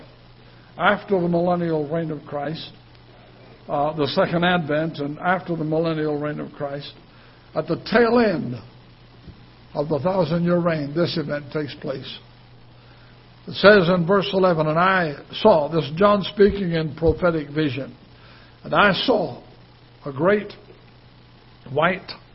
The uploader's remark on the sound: Ketha Heights Baptist Church ~ Live Broadcast